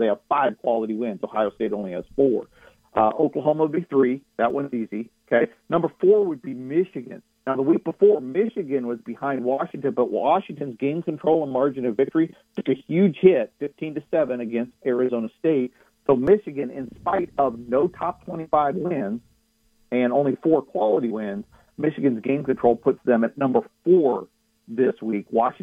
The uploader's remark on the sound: Of Paramount Sports joins the show on the Farm Bureau guest line talking about the best bets for the weekend live in the BankPlus Studio.